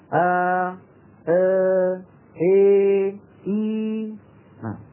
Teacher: هذه الأصوات الأربعة منها صوتان خالصان هما الألف والياء ومنها صوتان نتجا من خلط الألف بالياء · Term: إمالة